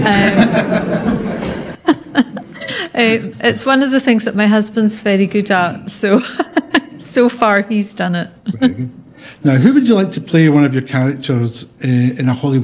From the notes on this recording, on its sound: In front of a live and lively audience at the new Inverness Festival of Walking & Wheeling.